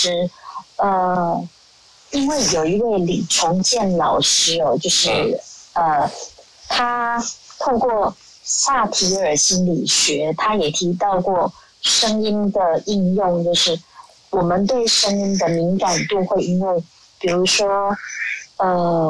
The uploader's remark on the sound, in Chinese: 於clubhouse上演說並現場錄音。現場錄音，原先只存檔用並無公開，音質上請多多包涵。